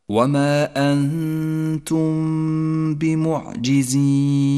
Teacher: ثم بعد ذلك حكم الإخفاء الشفوي، أنتم بمعجزين، الباء هو حرف الإخفاء الشفوي الوحيد، جاء بعد حرف الميم الساكنة، فالحكم إخفاء شفوي، تخفى الميم بالباء، ولكن لا نجافي بين الشفتين عند نطقها ولا نضغط عليهما، نقف عليها بغنة زمنها حركتان ولذلك لونت بالأخضر، تقرأ هكذا وما أنتم بمعجزين.